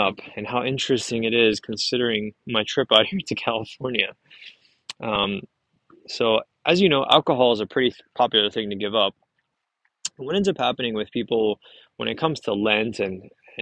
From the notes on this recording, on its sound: Pardon the background noise as I stroll through the Vineyard